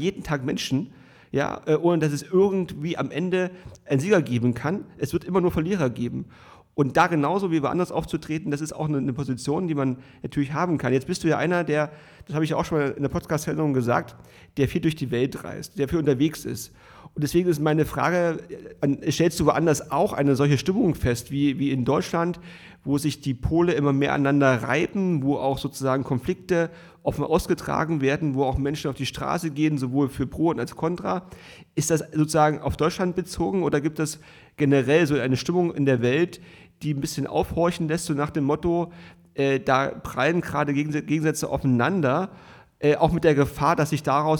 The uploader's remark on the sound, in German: Live vor Publikum im 1448zwo in Potsdam-Babelsberg.